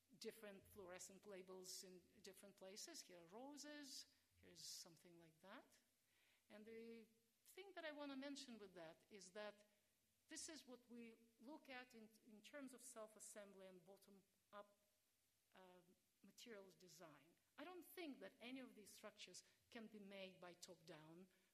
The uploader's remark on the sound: This lecture took place at the University of Sydney in celebration of the launch of the Australian Institute for Nanoscale Science and Technology at the University of Sydney.